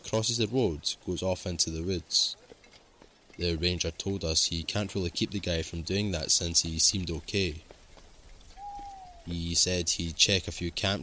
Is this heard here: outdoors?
yes